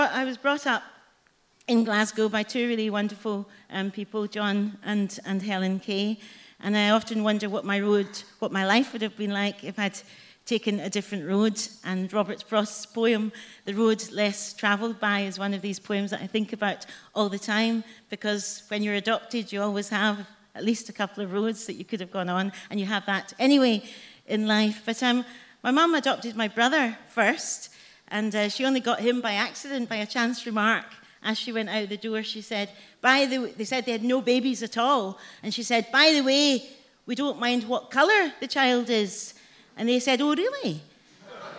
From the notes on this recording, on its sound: Recorded at The Tabernacle on 20th Jan 2020.